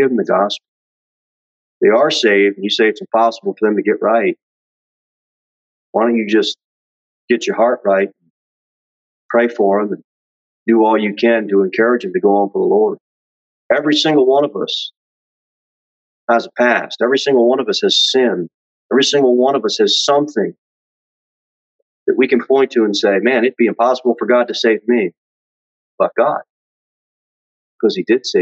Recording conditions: large echoing room